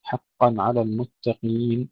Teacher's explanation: حقا أيضا لا نقول حقا، حقا لا نهمس القاف أيضا